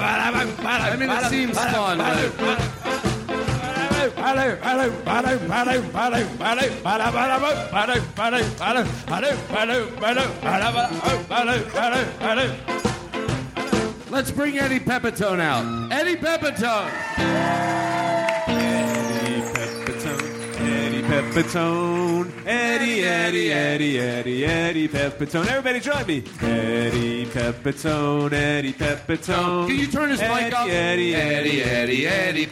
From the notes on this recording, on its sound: Live from LA Podfest. A special live episode from LA Podfest 2015.